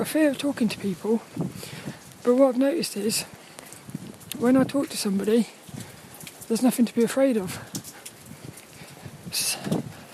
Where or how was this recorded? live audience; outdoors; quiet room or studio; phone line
outdoors